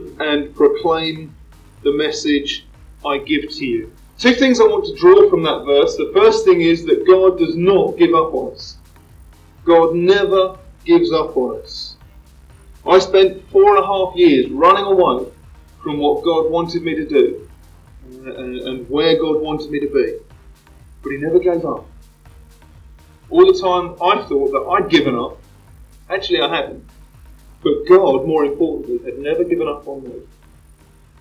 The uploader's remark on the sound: Microphone ? What Microphone ? Apologies for the sound quality (Which I’ve tried to clean up as much as possible !).